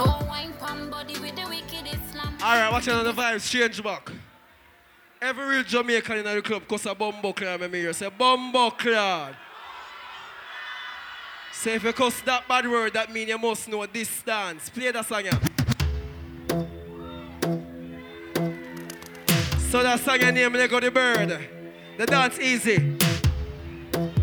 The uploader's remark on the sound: Live set from my Birthday party in London UK.